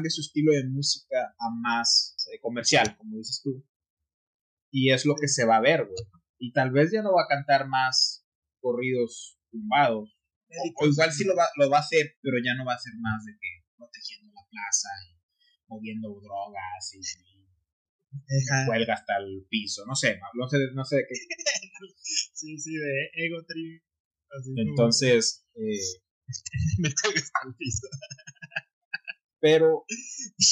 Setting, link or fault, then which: fault, poor sound quality